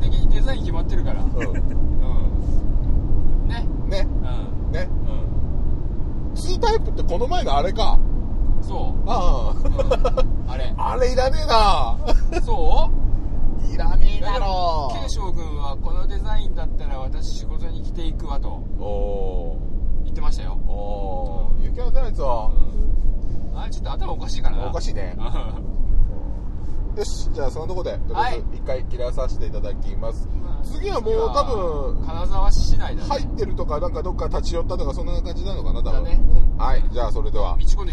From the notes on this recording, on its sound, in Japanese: GO!金沢24時間耐久ロケ 編。収録はすべて「チリチリモービル内」しかも「走行中のみ」となっております…。